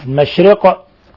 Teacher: ولاحظوا القلقلة في القاف المشرق وفي الباء المغرب